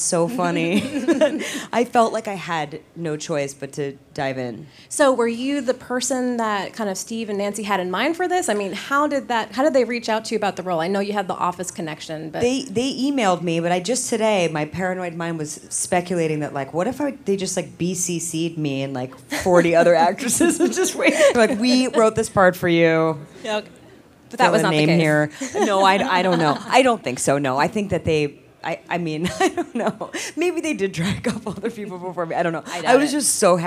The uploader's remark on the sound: moderated discussion and audience Q&A